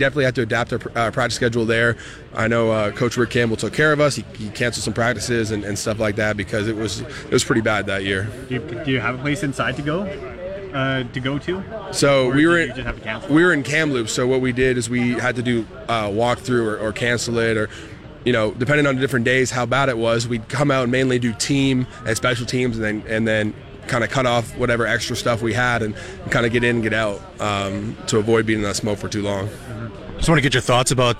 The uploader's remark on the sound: LIVE in Saskatoon for #Riders Training Camp Day 4